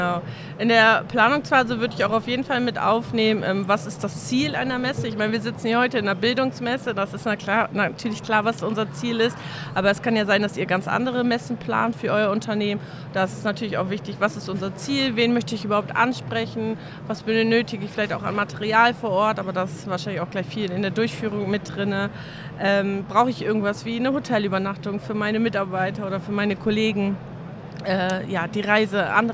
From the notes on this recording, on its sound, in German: Live von der Didacta in Stuttgart